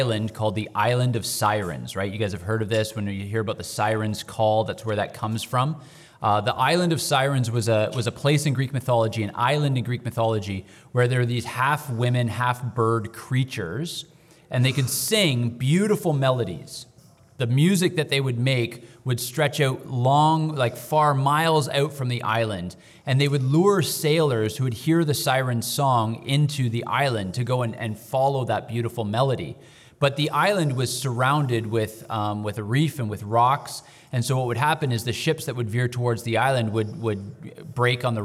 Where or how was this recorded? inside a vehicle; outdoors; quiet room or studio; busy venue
busy venue